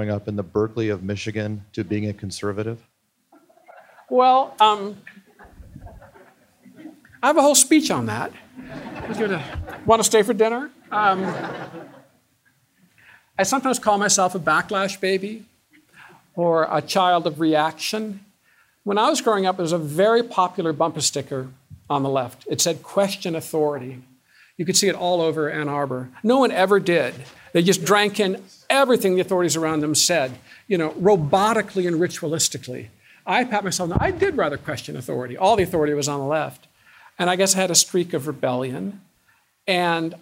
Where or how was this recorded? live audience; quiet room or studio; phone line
live audience